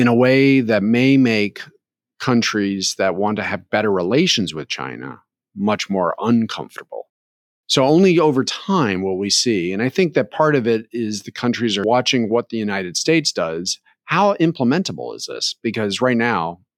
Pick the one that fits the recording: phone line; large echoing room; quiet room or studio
quiet room or studio